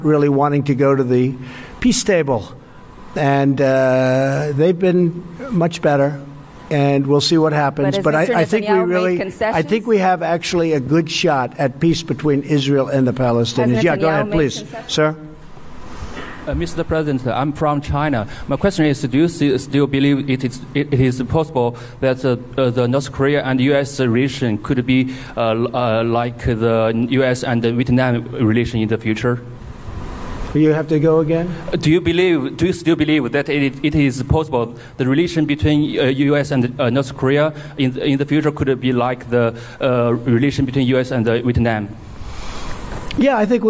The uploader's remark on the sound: News Conference in Hanoi after Summit with Kim Jong Un.